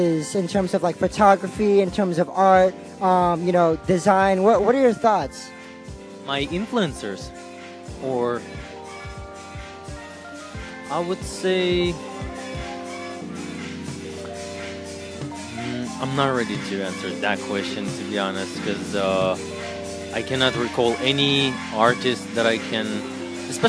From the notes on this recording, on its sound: Live coverage of RAW Hollywood